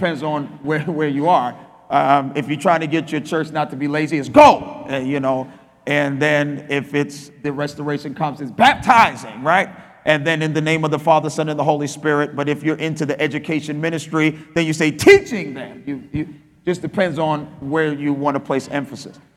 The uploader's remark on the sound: Spoke at our REFRESH conference in Nassau, Bahamas.